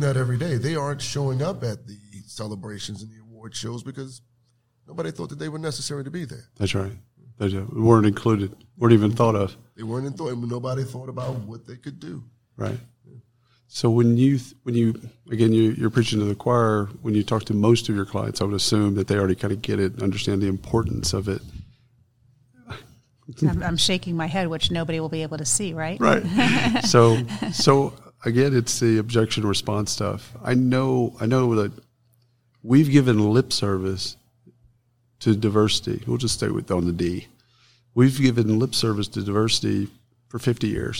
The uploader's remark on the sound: Live from SHRM Talent